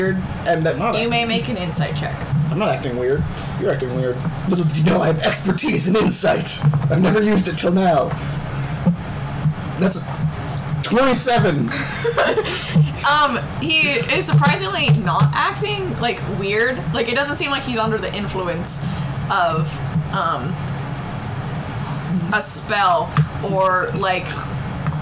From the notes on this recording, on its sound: In this episode, we sound like we are underwater (sorry about that)